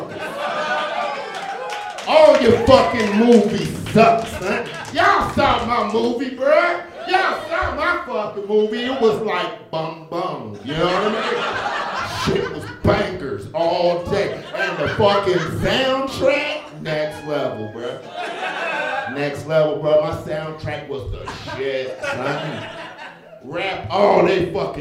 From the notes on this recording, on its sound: An episode from their live show Nerd Roast. This month's show comedians dressed up as characters from Spider-Man and roasted each other.